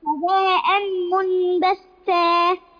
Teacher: عندنا تنوين وبعده الميم إدغام بغنة